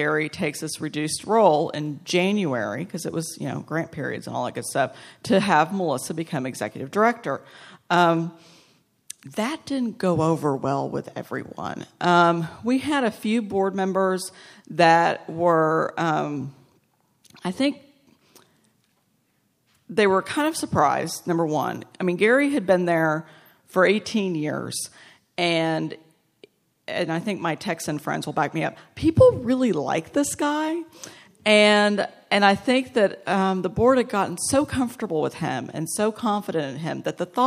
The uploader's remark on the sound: 2016 AASLH/MMA Annual Meeting Session Recording Recorded in Detroit, MI September, 17, 2016.